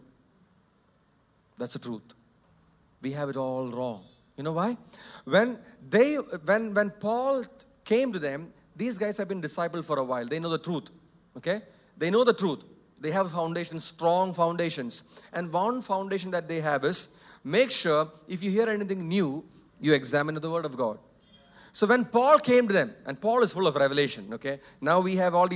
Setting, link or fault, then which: setting, large echoing room